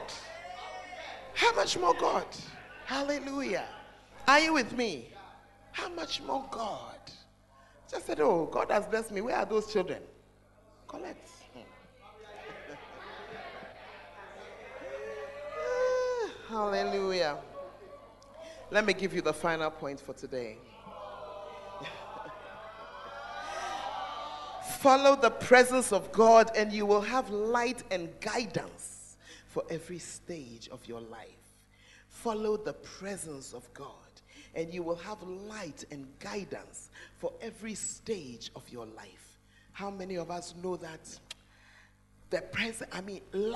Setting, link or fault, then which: setting, large echoing room